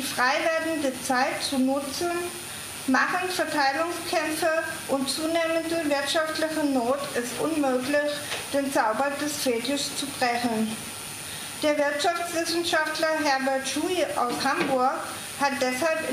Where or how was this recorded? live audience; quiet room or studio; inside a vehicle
live audience